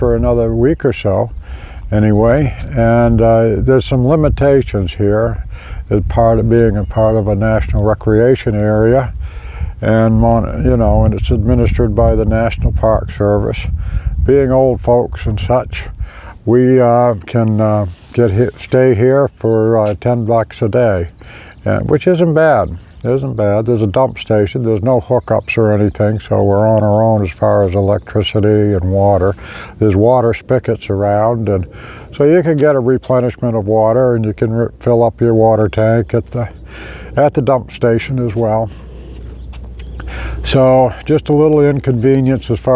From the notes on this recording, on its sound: Arrived in Nevada – Recorded live at Lake Mead. Currently camping at BoulderBeach Campground on the shore of Lake Mead. This is just a short distance from the Hoover Dam.